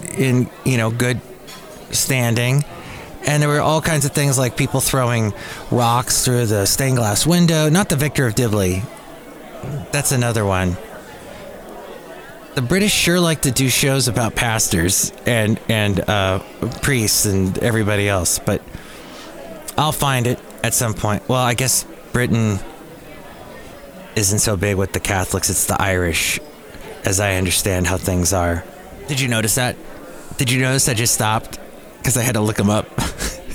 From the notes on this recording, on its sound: podcasts live from Cafe Anyway